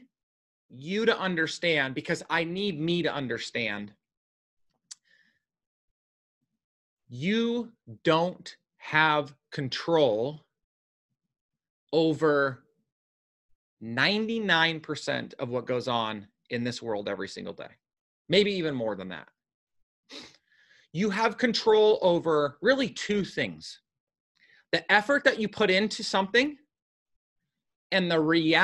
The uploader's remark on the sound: After answering them last week on a live webinar, I decided to share the audio with you here.